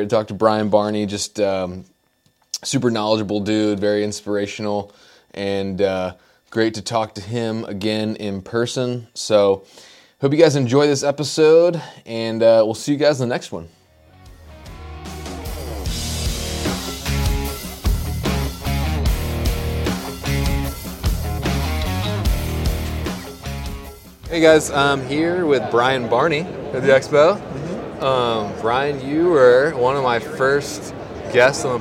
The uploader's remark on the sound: LIVE FROM HUNT EXPO VOL. 2. In this second installment from the podcasts I laid down at hunt expo.